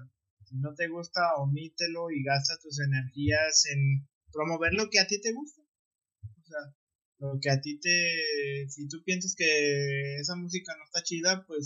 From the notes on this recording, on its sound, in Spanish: Quiero disculparme por la calidad del audio. Desafortunadamente, configuré mal los ajustes del micrófono al momento de grabar este podcast, por lo que el audio quedó como quedó.